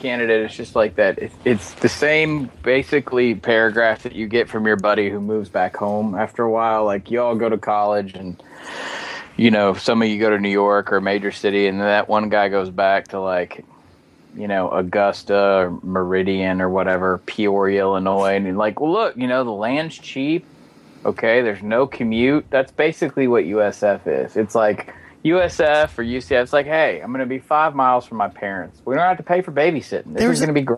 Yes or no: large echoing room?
no